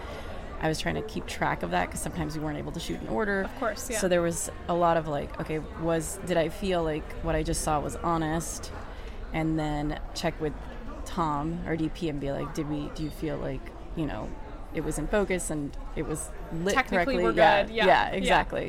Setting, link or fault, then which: setting, busy venue